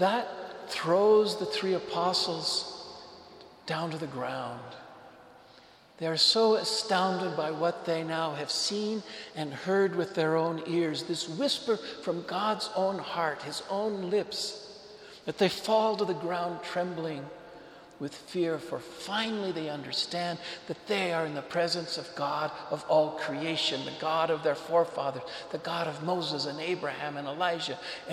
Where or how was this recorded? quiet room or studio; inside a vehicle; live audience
live audience